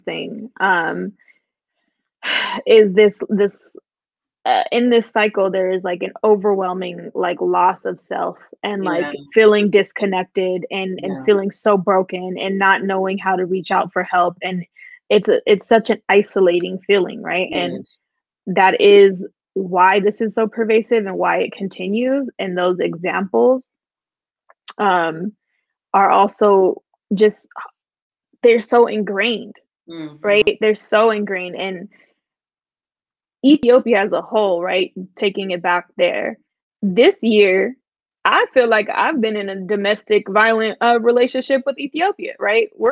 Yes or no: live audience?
no